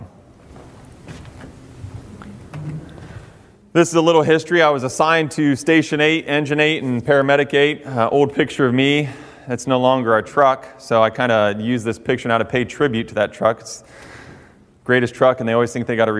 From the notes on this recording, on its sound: addresses an audience containing both professional firefighters and firefighter recruits on the campus of Central Ohio Technical College in Newark